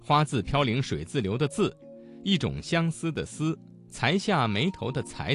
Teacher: 舌尖平伸靠近上齿背，形成一条合缝，让气流从中挤出来 · Term: 声母滋呲呲